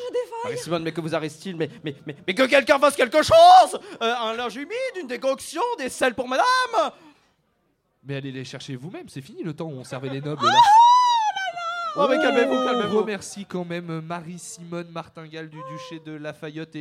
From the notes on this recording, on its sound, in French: Ceci est le podcast de notre émission en direct du Lou Pascalou.